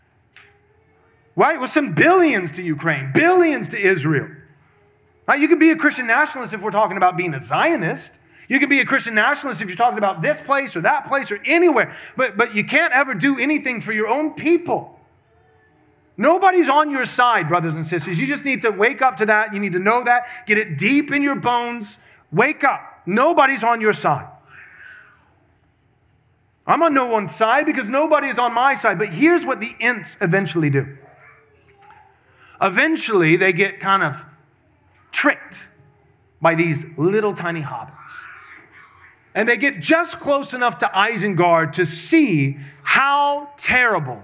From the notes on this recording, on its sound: This sermon was preached at Covenant Bible Church on Sunday, November 19th, 2023. Covenant Bible Church in Georgetown, Texas.